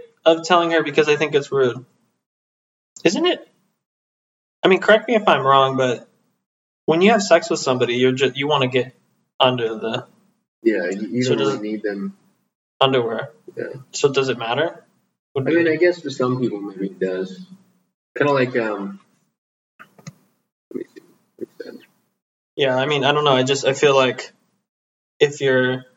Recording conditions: poor sound quality